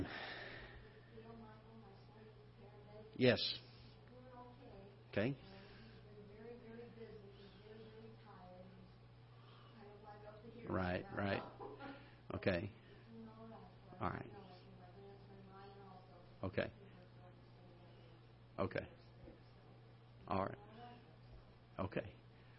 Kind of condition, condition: setting, large echoing room